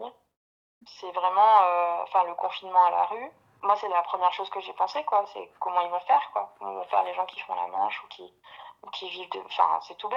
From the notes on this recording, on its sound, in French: il et elle racontent au téléphone